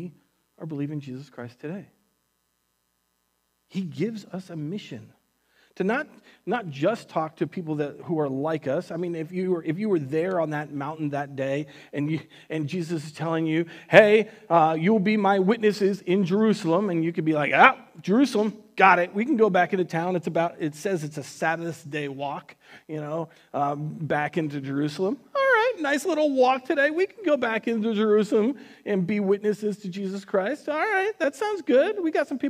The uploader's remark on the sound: Recorded on September 6th, 2020 at Word of Life Church in Le Sueur, MN.